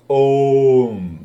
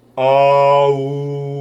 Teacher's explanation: Because A plus U becomes O. They merge together and they create a sound. · Shown in: first take